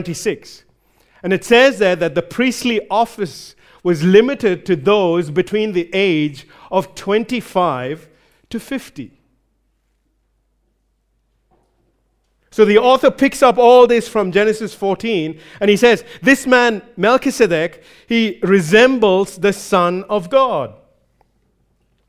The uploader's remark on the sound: recorded live at Grace Community Bible Church